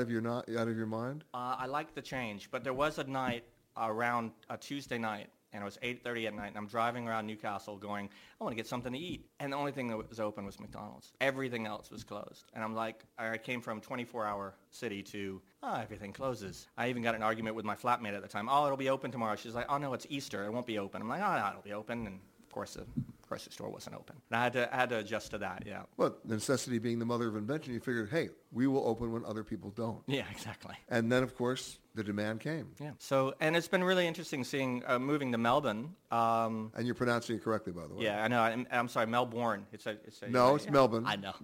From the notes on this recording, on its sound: Virtuoso Symposium in Melbourne, Australia. Comes from the Virtuoso Conference in Melbourne, Australia.